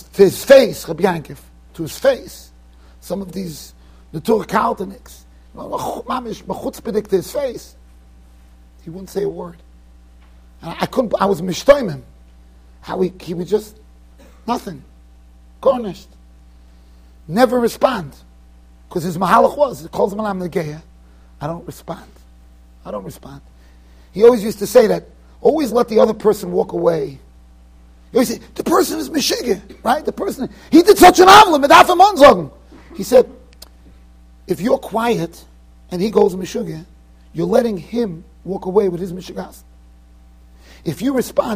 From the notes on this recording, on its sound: Shiur recorded in Yeshivas Ohr Reuven, Monsey NY.